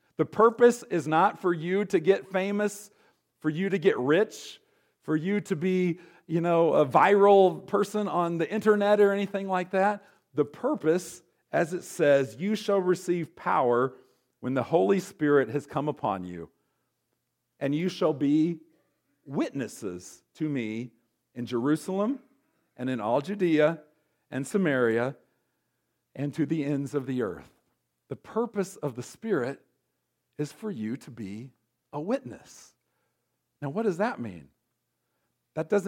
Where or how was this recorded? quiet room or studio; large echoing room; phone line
large echoing room